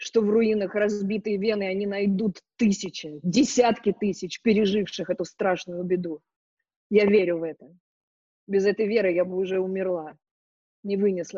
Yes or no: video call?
yes